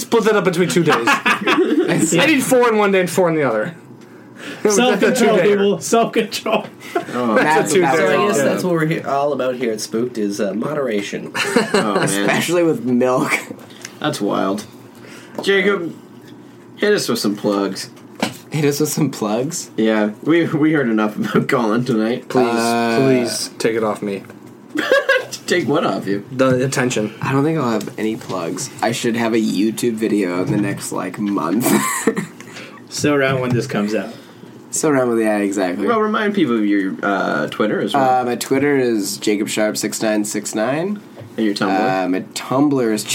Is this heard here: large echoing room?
no